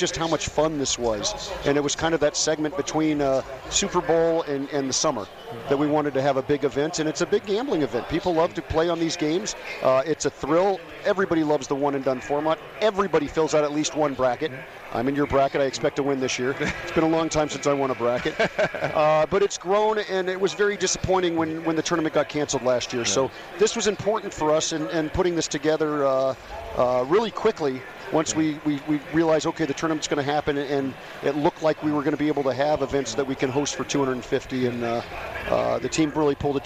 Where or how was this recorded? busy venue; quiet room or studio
busy venue